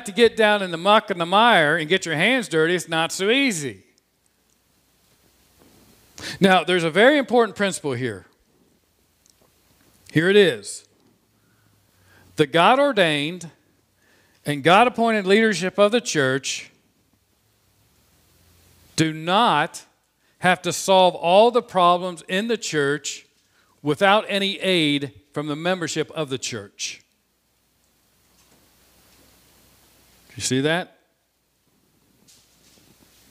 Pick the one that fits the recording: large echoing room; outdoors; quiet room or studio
large echoing room